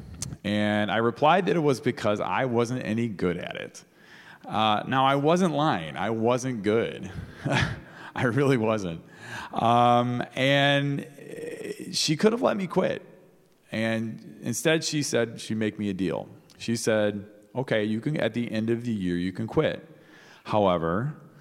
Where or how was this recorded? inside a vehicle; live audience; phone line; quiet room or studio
live audience